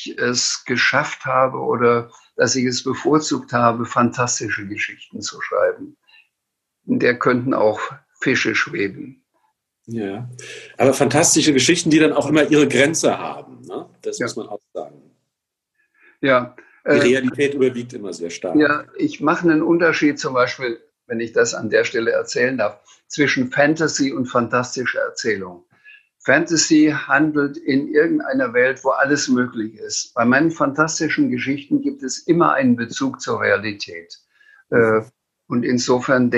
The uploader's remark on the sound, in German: Aus Gründen der Corona-Pandemie konnte der Abend leider nur als Zoom-Konferenz stattfinden. Das Publikum und auch die Gesprächspartner waren lediglich über das Internet miteinander verbunden.